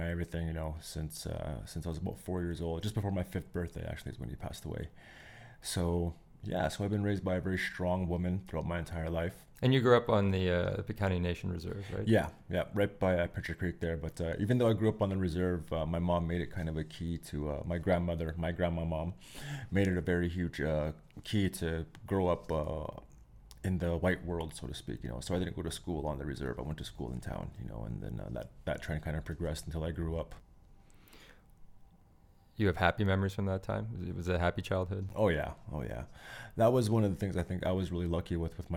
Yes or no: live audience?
no